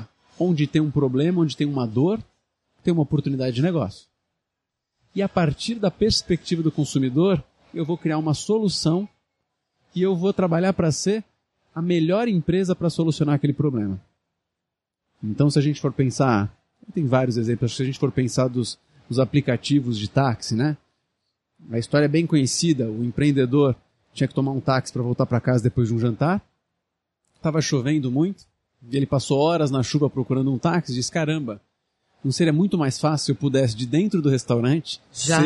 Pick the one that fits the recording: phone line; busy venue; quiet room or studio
busy venue